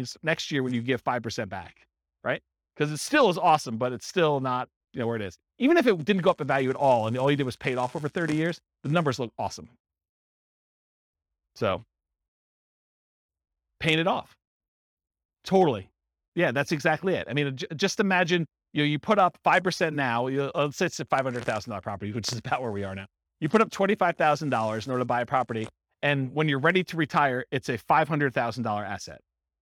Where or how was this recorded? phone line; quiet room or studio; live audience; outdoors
live audience